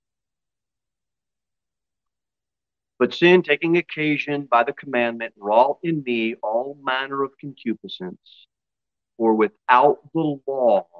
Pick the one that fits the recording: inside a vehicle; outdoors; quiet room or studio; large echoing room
large echoing room